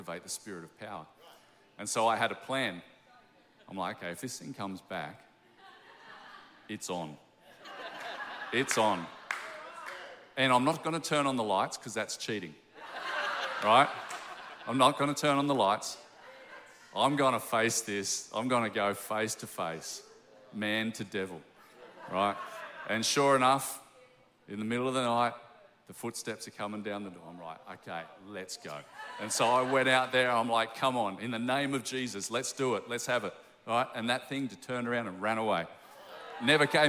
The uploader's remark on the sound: Recorded during our 9am service on Sunday, the 4th of February 2024